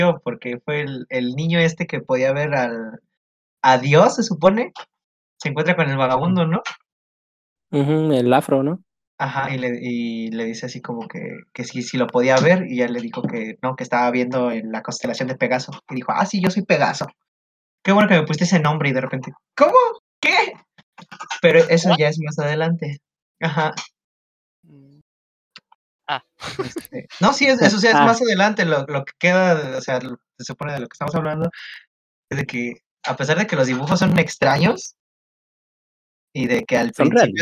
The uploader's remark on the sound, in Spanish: este es nuestro primer podcast grabado así que no esperes mucha calidad y por eso pedimos perdón